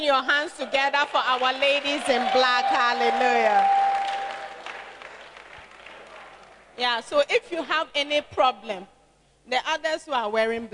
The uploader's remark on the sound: Preached At Servants Armed And Trained Campaign Camp.